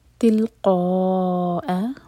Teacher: قا مد متصل چار حرکہ لمبا، اس کے بعد حمزہ پر کٹ آف ساؤنڈ، مدینہ دال پر قلقلہ، قال عسى، قاف حلق سے، عسى میں عین حلق سے، سا دو حرکہ لمبا، سین پر فتح ساتھ میں ہے، الف مقصورہ.